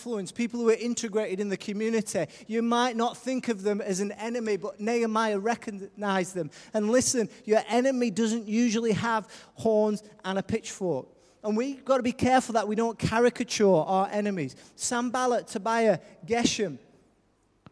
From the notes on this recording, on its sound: Recorded live at Life Church